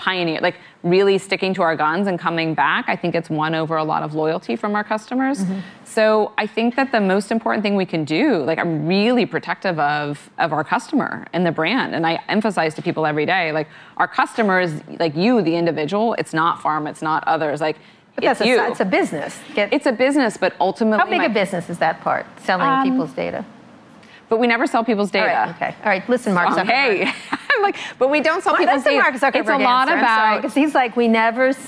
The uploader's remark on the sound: live interview recorded at the Rock Health Summit in San Francisco